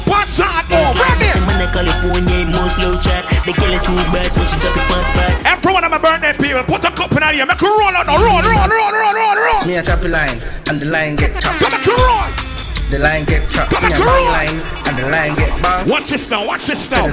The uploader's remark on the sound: Big Vibes Tuesdays 12/27/22 (LIVE AUDIO)